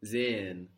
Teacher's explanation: We had the S of English sounding like a Z there in German.